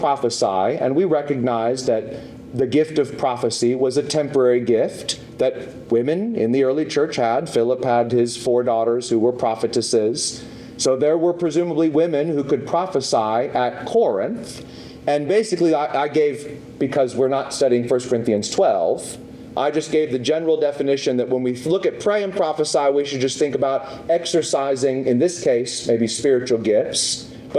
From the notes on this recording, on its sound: questions and comments from the audience